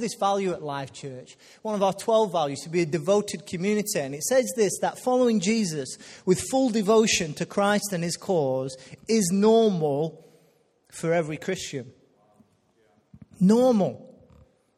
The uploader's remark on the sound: Recorded live at Life Church Lancashire